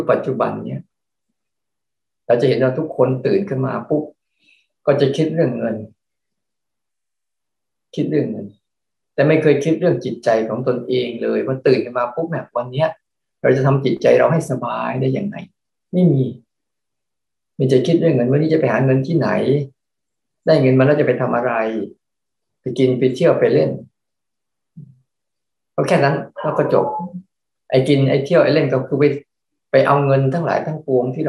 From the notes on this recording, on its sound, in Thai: คอร์สออนไลน์ (ผ่านโปรแกรม Zoom)